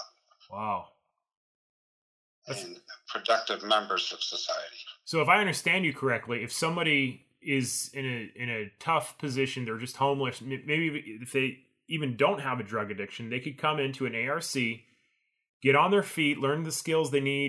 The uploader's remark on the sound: I know the audio is a little rough, but it was the best we could do!